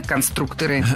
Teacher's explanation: если речь идет не о профессии, а о «лего», например, то ударение все равно падает на второй слог. Только конструкторы.